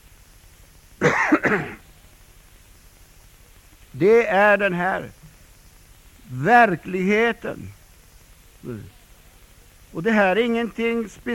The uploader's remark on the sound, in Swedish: Inspelad 26 oktober 1999 kl 19 på Bällsta Missionscenter.